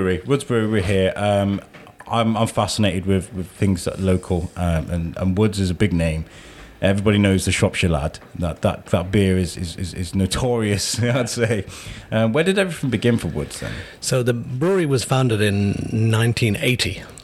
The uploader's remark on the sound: in a cosy corner of the Plough Inn (home of the Wood Brewery) and they record a nice calm podcast